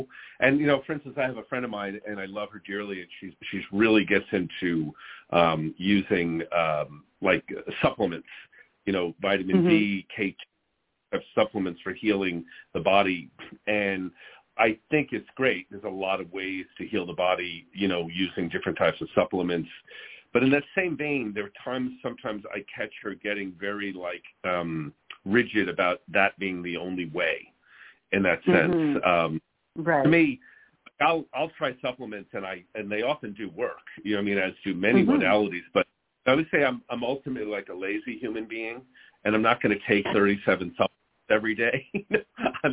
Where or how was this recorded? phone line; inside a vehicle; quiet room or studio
phone line